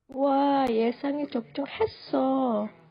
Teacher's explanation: you can hear it's kind of cracking up a little bit